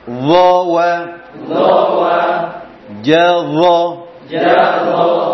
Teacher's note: Tidak ada upaya untuk mengalirkan nafas dan suara. Zawa mengalirkan suara, bukan mengalirkan nafas.